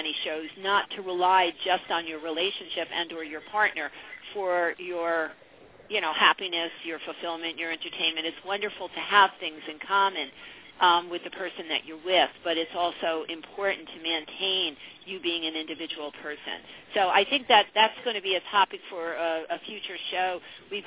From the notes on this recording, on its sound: Take your calls on the air-LIVE!!! Live call-in radio talk show.